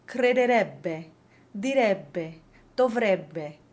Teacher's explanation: E-B-B-E will always have the word stress on that first E, and it will always be open.